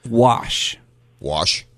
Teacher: they say there's a slight R sound when you say wash